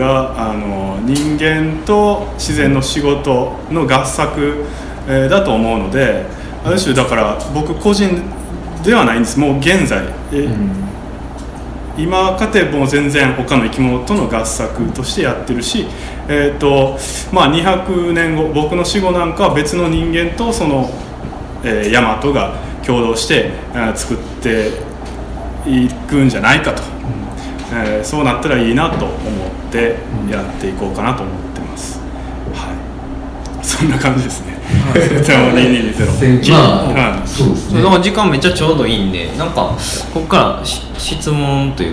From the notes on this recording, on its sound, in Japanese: 8/4に開催した『微花』×『つち式』のトークイベント（恵文社一乗寺店）の音声